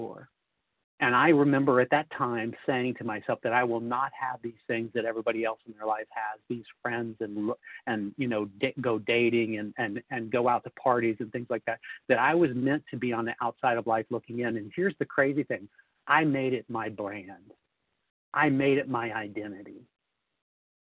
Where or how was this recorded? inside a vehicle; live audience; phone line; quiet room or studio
phone line